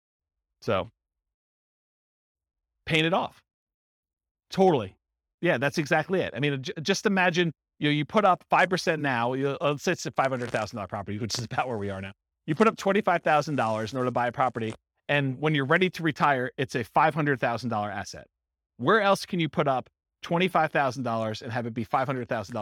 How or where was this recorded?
live audience